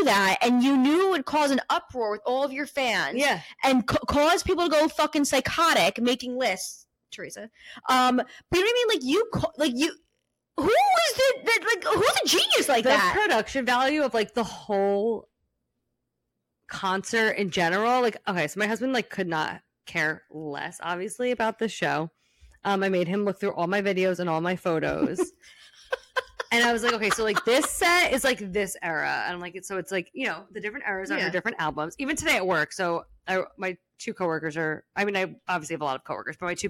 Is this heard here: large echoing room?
no